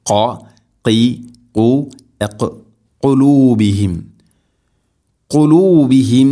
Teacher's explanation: قلوبهم എന്ന പദത്തിലെ ഖാഫ് ഉച്ചരിക്കുമ്പോൾ തൊണ്ടയുടെ മുകൾ ഭാഗവും കഴിഞ്ഞ് മേലെ ഭാഗം ചെറുനാക്കിൻ്റെ ആ ഒരു ഭാഗമാണ് അതിൻ്റെ മഖ്റജ്.